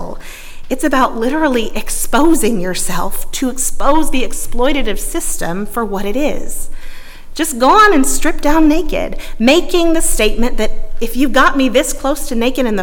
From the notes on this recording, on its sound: at Northminster Church on January 26, 2020